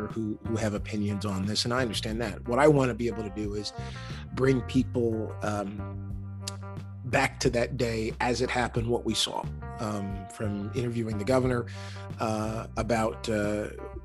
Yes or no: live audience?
no